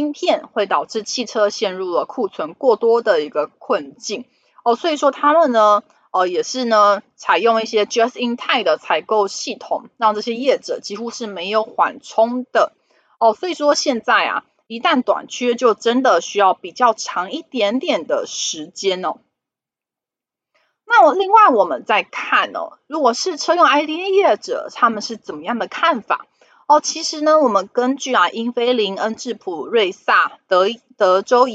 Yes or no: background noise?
yes